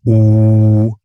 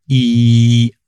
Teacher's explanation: beim U liegen die ersten beiden Formanten recht nah beieinander, also die ersten beiden Obertöne.